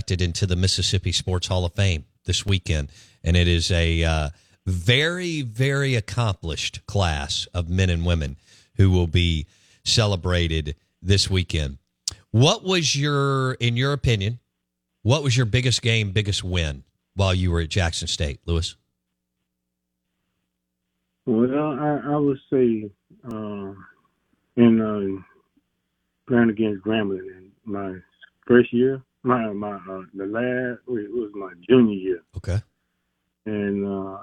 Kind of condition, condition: link, phone line